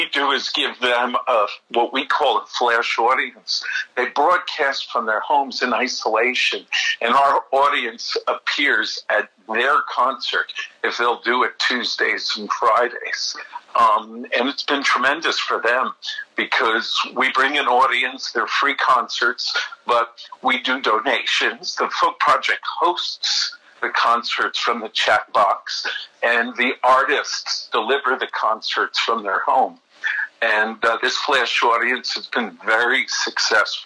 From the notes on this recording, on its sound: We got on the phone with the folks behind the online content programming for four New Jersey arts organizations.